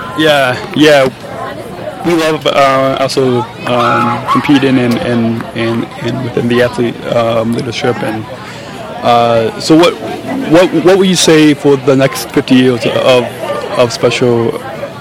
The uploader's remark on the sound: Podcasting LIVE from the Global Day of Inclusion. Recorded LIVE at Solider Field in Chicago.